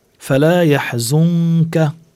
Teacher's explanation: عنا نون ساكنة وبعد الكاف، عنا إخفاء